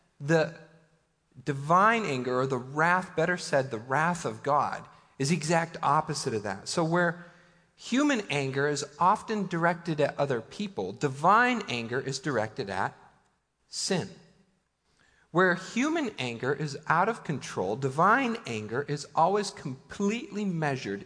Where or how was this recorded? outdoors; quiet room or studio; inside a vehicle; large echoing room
large echoing room